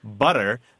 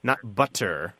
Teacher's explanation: in English, we do what's called flapping that T. We turn it into a D sound · Shown in: first take